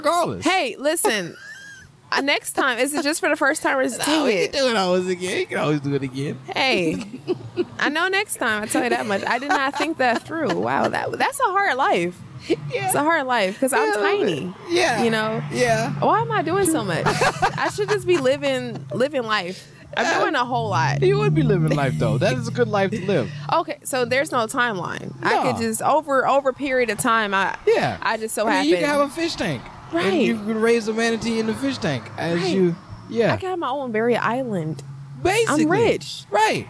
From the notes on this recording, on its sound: sitting outside Rudyards on a beautiful day